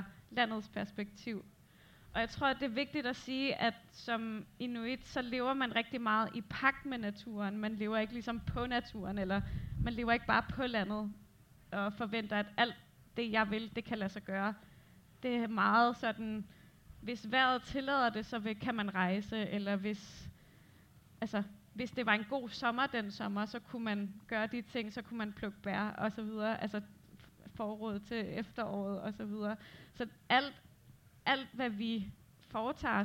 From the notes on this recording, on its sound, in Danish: Podcasten er en liveoptagelse af en samtale. Samtalen blev til på dette års Roskilde Festival i sommers.